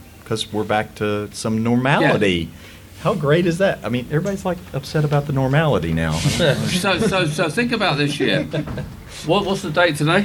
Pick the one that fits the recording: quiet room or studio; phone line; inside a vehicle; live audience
live audience